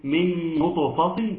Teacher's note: ترقيق النون حتى لا تفخم مع الطاء وترقيق الفاء